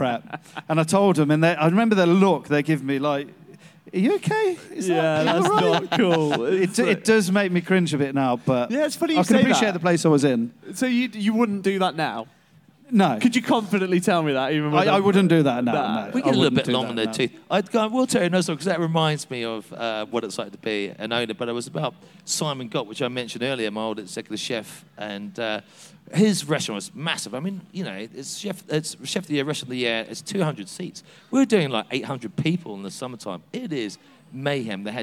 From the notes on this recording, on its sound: Live at Big Feastival 2023, joined on The Exchange stage